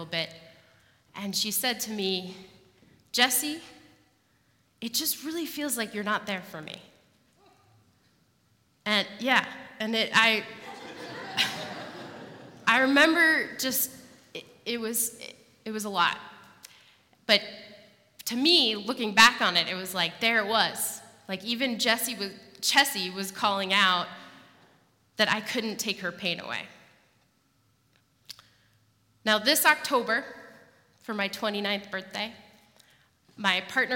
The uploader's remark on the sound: live at The Old Church Concert Hall in Portland, OR